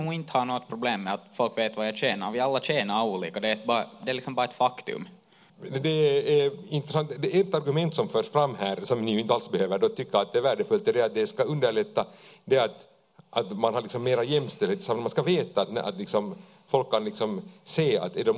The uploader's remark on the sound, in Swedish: Livepodd inspelad på Tölö gymnasium.